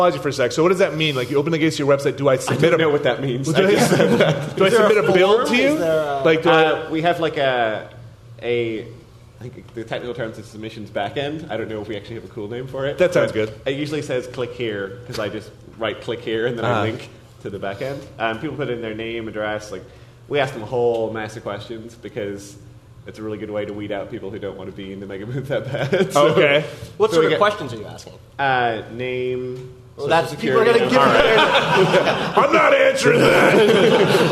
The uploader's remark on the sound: We're live at PAX Prime 2015